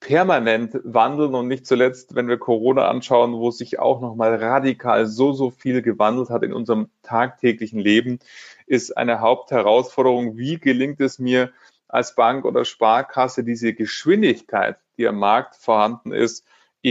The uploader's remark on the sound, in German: Genau dieser Frage sind wir im Rahmen eines Live-Webinars nachgegangen.